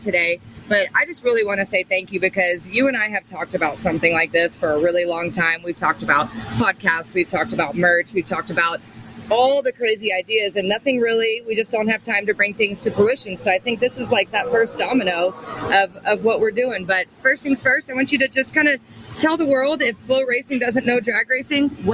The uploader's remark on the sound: Right Off Track is quite actually 'off track' as we are live from the pits of Elite Motorsports from the Vegas 4 Wide NHRA Nationals.